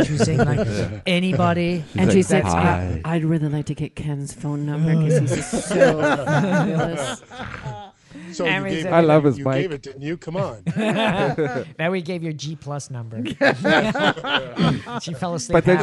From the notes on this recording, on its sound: The Bunker Project is recorded with a live interactive studio audience.